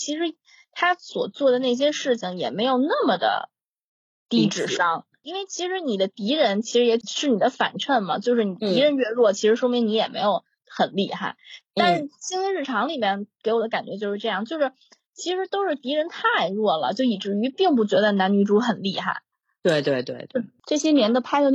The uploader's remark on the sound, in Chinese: 因疫情封控原因，本期为远程录制，所以音质有瑕疵，十分抱歉，敬请见谅。